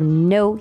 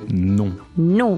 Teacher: when you say no in French, you say it in your nose. · Shown in: second take · So instead of no, you say non.